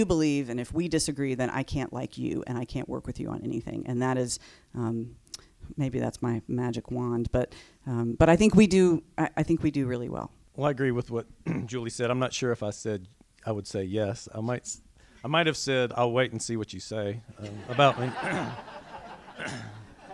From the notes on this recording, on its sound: Live from Asheville! The Asheville Area Chamber of Commerce hosted a live recording of the Do Politics Better Podcast in front of an audience of over 100 people on the campus of UNC Asheville.